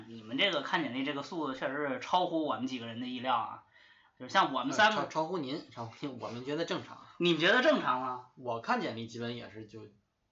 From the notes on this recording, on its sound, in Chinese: 录音设备出现一些小问题，收音环境比较空旷。